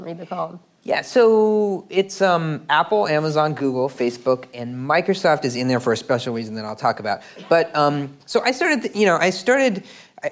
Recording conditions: live audience